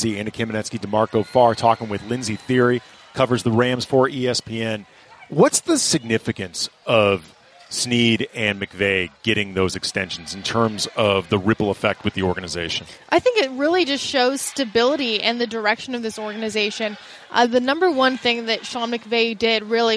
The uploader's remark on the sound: live from Rams training camp